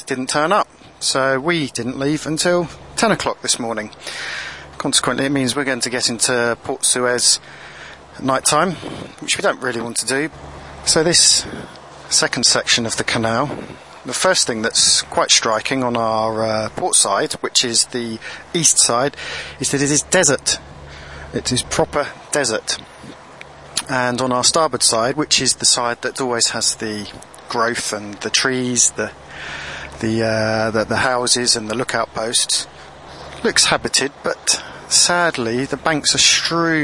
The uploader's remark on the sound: This is the second of the podcasts recorded whilst transiting the Suez Canal from north to south. In this episode we witness our normally placid pilot lose it when we run over fishing nets...